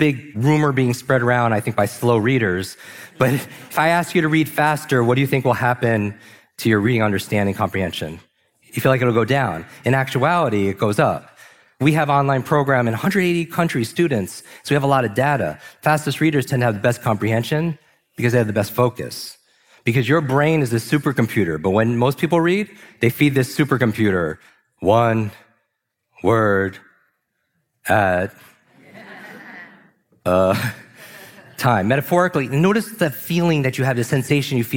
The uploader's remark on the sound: live from Mindvalley's Los Angeles stage